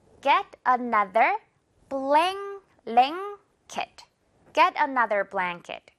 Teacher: N이 K 사운드 앞에서 이응으로 발음될 때가 많다는 것입니다